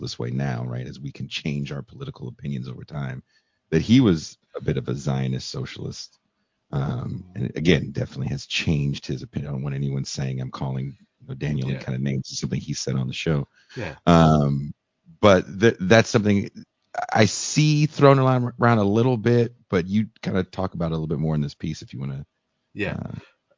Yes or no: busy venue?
no